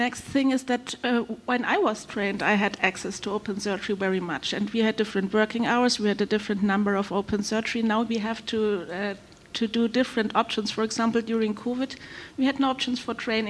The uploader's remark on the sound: ESVS2023. Was recorded live during the session!